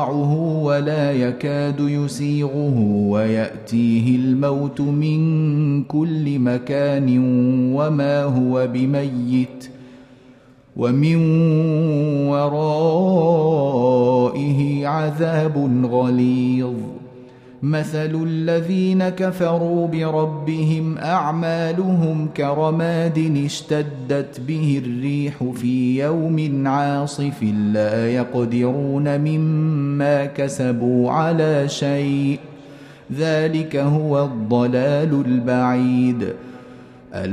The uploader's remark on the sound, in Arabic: مسجل من صلاة التراويح بمسجد السلام بحي مشرفة بجدة.